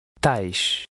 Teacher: paying attention to the softer, more muted sound of the initial T